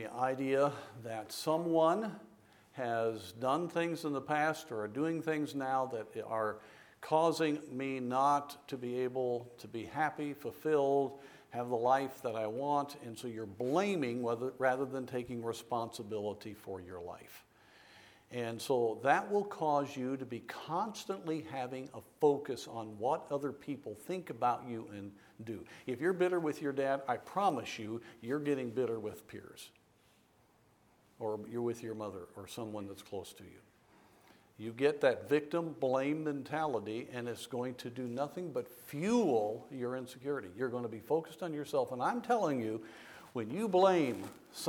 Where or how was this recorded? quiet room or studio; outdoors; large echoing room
large echoing room